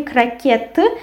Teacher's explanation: And the stress falls on the last syllable.